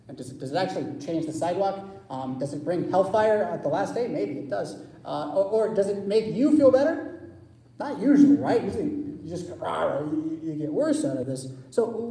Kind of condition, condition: setting, large echoing room